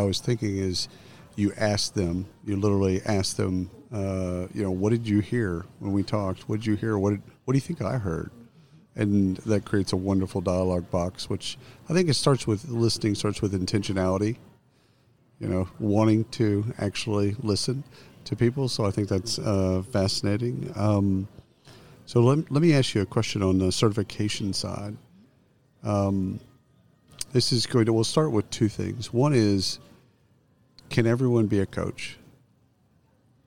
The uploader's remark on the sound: Live from SHRM 2022